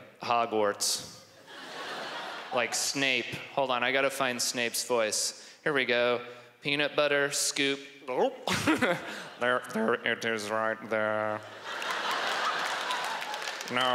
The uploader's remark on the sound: stand up from the Just For Laughs Festival in 2015